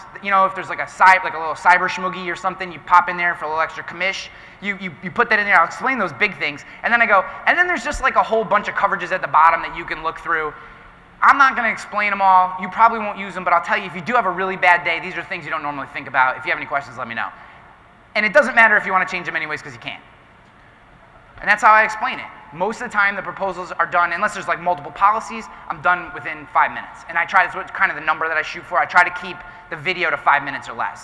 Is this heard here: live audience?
yes